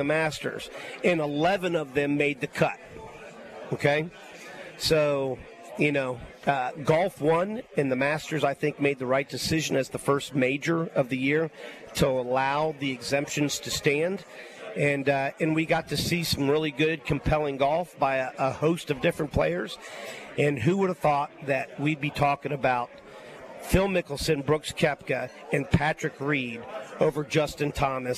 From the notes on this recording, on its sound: LIVE From Felix's Fish Camp!